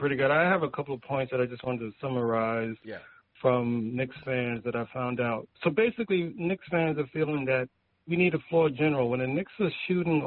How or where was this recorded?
phone line